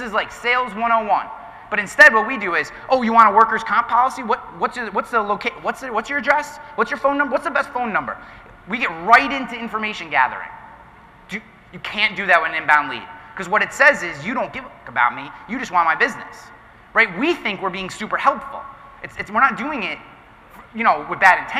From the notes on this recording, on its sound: This podcast episode is a live recording of my keynote presentation at the One City World Tour event